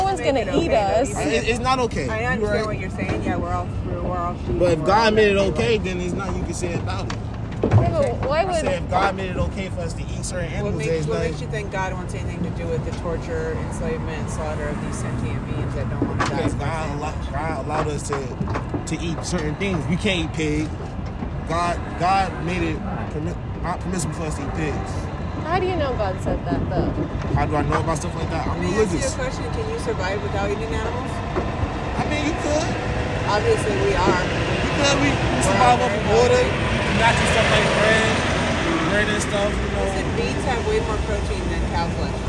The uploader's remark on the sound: This episode was literally recorded outside of a slaughterhouse.